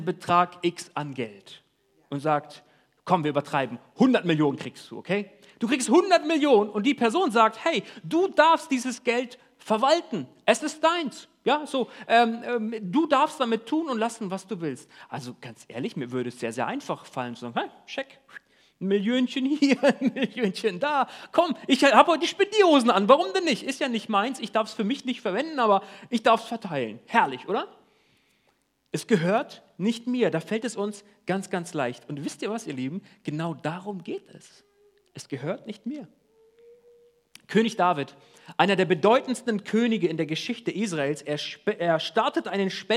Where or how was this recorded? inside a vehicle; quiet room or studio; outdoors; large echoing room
large echoing room